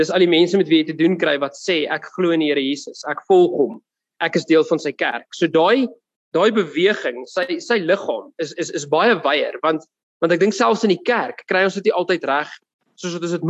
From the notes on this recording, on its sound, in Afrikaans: Woord Sonder Grense Mannebediening se saalbyeenkomste by Choose Life Church *(CLC)* vind plaas op Dinsdae oggende vanaf 6:00 tot 7:00 by *CLC* se saal. Zoom* byeenkomste word gefasiliteer tesame, en op dieselfde tyd, as die saalbyeenkoms.